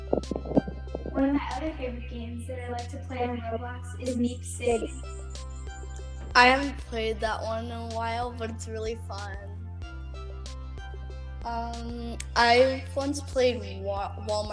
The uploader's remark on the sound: Sorry it’s staticky.